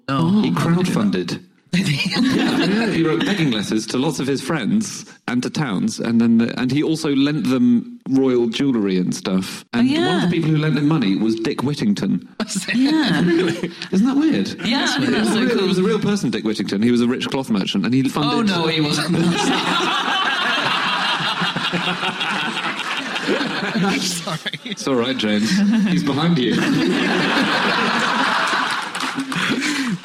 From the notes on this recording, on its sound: Live from the Gulbenkian theatre in Canterbury